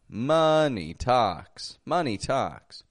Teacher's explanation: notice that syllable stress. Strong, weak, strong.